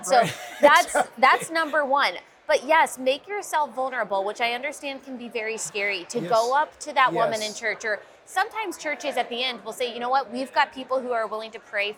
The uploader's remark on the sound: sits down at the NRB Conference